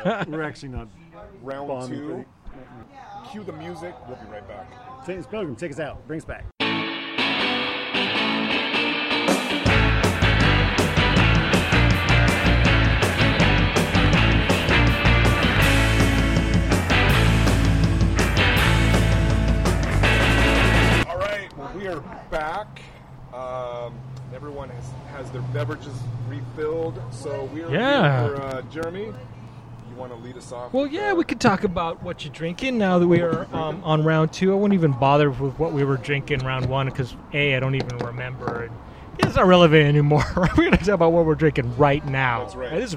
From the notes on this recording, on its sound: The Caroline Tavern in North Seattle. Recorded live at The Caroline Tavern on 07/06/2023.